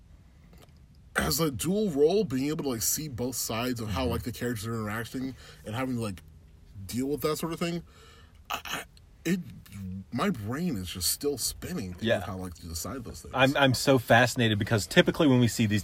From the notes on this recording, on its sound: It's Hot Takes from a Hot Car. Car immediately following our screening and put down our initial reactions.